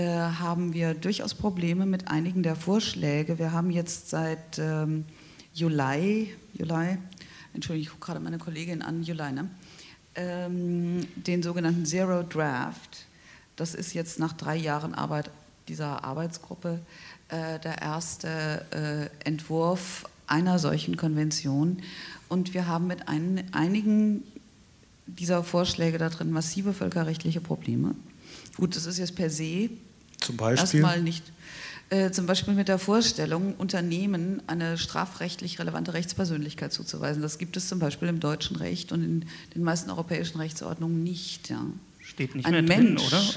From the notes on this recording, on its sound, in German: Podiumsdiskussion zum «UN Treaty on business and human rights»-Prozess in Berlin.